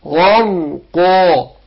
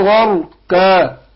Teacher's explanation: الغين مفخمة والراء برضو مفخمة · Shown in: first take · هنا الغين مفتوحة، وهي الغين أصلها من حروف الاستعلاء، وإن كانت طبعا حرف مستعل منفتح بيتأثر بالكسر، لو كان مكسور بيتأثر وبياخد أدنى درجات التفخيم، لكن هنا الغين مفتوحة فبنبين التفخيم اللي فيها، بقول غر.